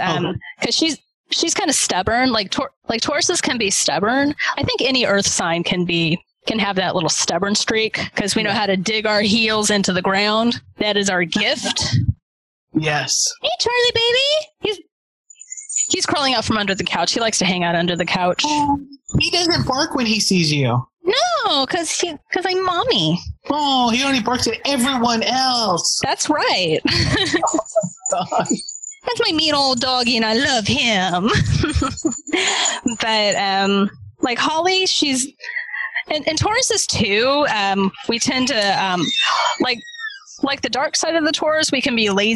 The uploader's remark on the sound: We are in the time of the ‘rona and therefore had to record via Zoom. Please forgive any audio wonk that abounds.